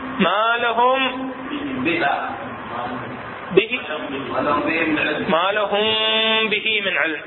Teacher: هو إخفاء الميم الساكنة إذا جاء بعدها حرف الباء مع مراعاة الغنة · Term: الإخفاء الشفوي